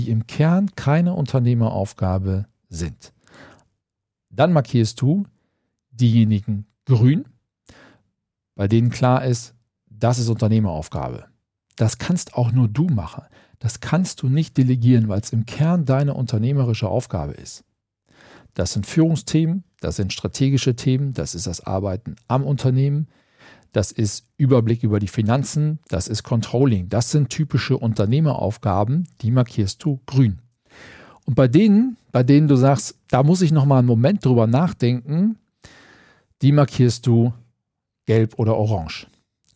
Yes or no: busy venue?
no